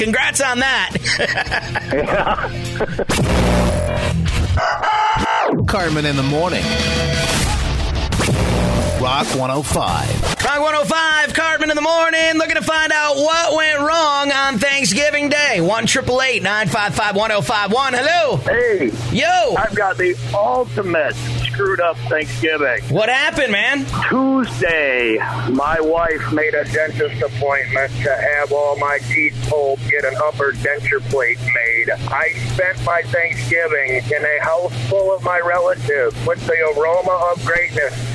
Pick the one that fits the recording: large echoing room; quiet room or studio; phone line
phone line